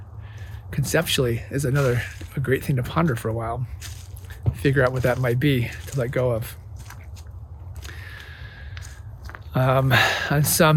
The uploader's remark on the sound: Recorded in the bitter cold woods of Indiana.